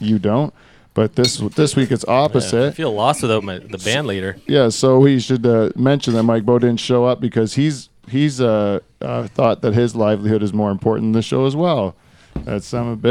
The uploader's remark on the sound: The Dutch Hall comes to you live this week from Turkey Point.